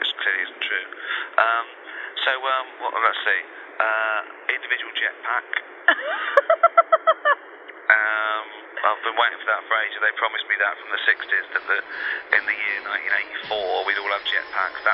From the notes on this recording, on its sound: They spoke by phone a few years back. From England. Cassette recorder.